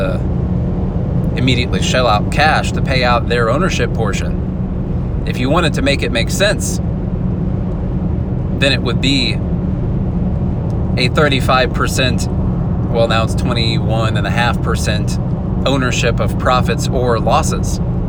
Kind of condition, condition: setting, inside a vehicle